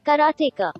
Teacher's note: Every syllable had the same emphasis.